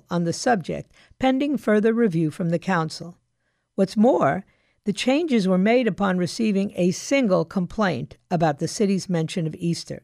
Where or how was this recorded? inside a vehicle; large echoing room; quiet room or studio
quiet room or studio